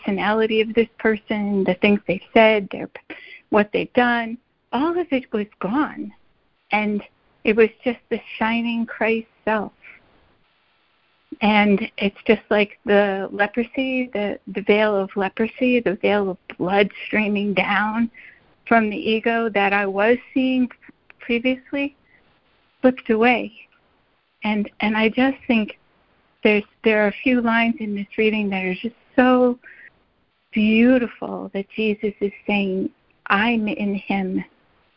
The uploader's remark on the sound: ACIM Daily Conference Call